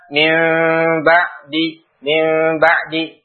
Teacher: nun sukun tadi berubah. Tidak dibaca nun lagi. Tetapi berubah menjadi mim. · Term: iqlab